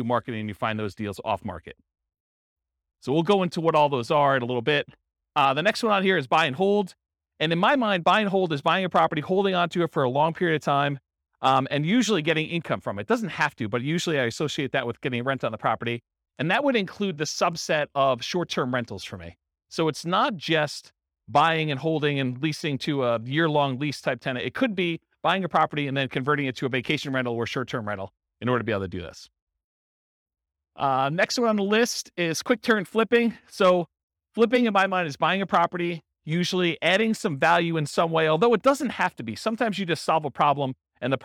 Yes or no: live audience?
yes